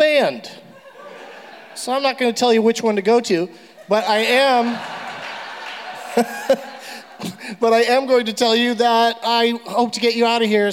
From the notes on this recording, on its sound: Live from the Millennium Biltmore Hotel in Los Angeles. A special LA Podfest edition of the show.